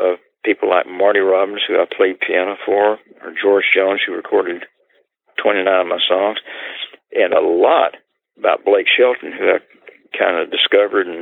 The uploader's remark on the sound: he joins us by telephone